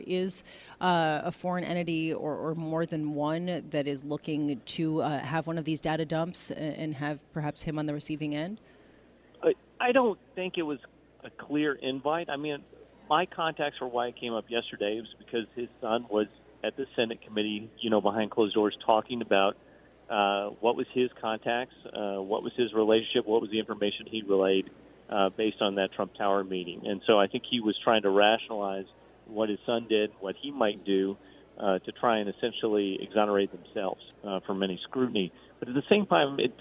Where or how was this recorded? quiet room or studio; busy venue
busy venue